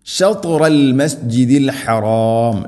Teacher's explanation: ഷത്റ ത ഉച്ചരിക്കുന്ന സമയത്ത് നാവിൻ്റെ മധ്യഭാഗം അണ്ണാക്കിലേക്ക് ചേർന്ന് നിൽക്കണം